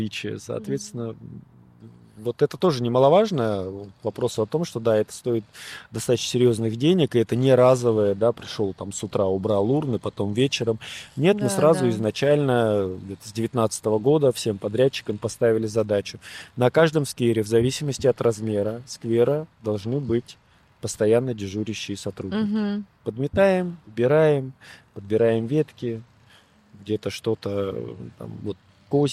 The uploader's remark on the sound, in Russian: Подкаст записывался в сквере Алое поле.